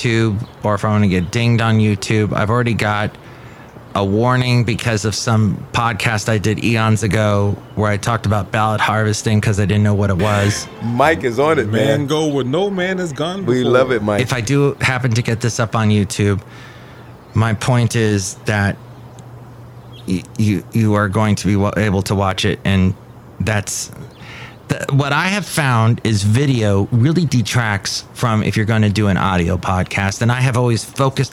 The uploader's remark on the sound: podcasts live from Café Anyway